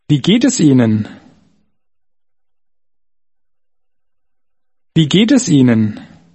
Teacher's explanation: Did you notice how the words geht es run into each other?